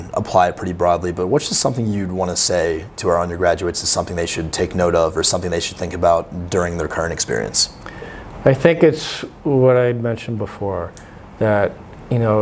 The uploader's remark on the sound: recorded at the 181st Convention in Lubbock, Texas